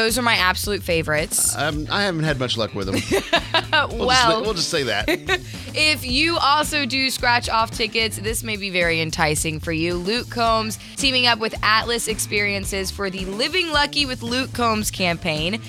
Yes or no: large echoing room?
no